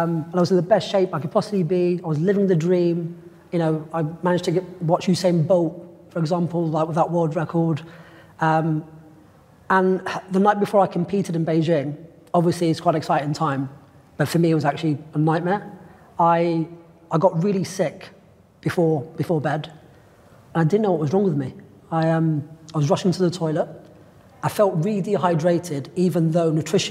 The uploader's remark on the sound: a fantastic live panel discussion hosted by The Book of Man